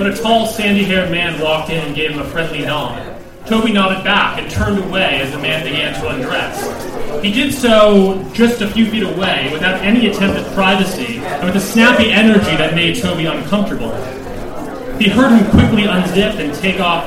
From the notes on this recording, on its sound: live event at Sovereign House in NYC